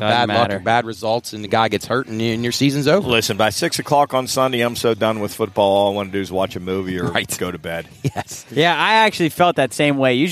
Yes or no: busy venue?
yes